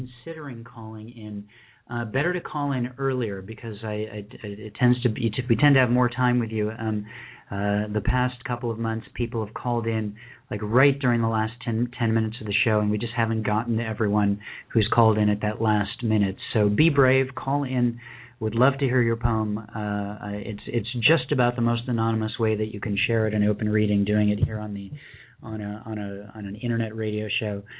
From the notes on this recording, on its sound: Thanks to our callers from Topnga Canyon, CA Westerville, OH, North East, TN, Huntington Beach, CA Ames Lake, WA, Birmingham, AL and Northidge, CA for sharing poetery this month!